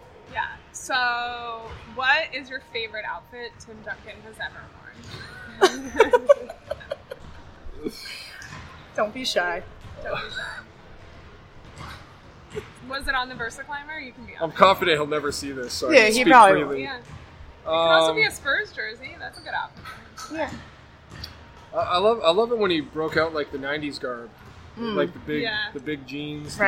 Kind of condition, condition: setting, busy venue